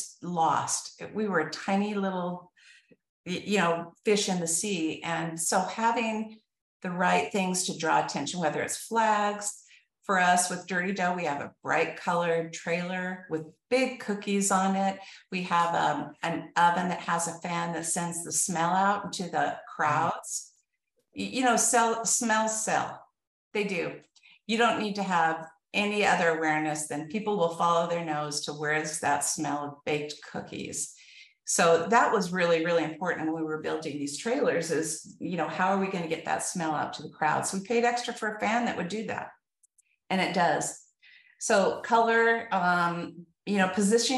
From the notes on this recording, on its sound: This episode was recorded from our Food Truck Beast Webinar.